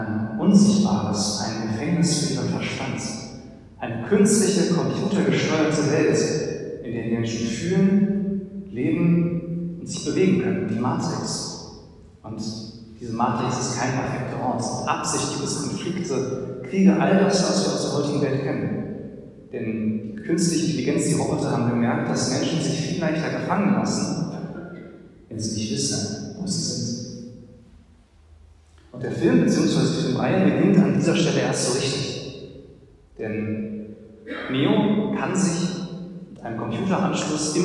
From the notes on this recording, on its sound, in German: Der Podcast ist eine Aufnahme aus einem Gottesdienst.